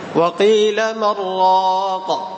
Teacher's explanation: بالإدراج هنا الأربع المواضع بالإدراج أي بعدم السكت